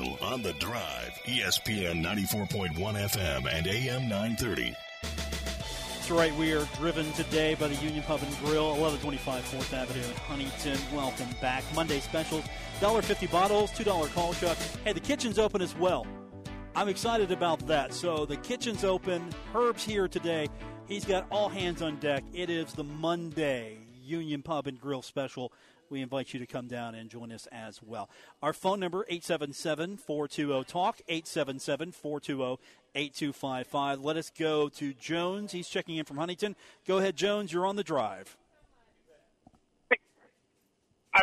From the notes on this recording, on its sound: coming to you live from the Union Pub & Grill.